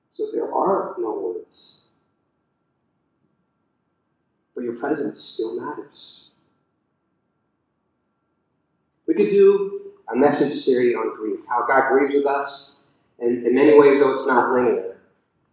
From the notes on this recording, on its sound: the audio is a bit spotty.